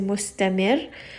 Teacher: I'm completely dropping that harakat with the tanween, and I am only reciting it once with the sukoon · Term: nabr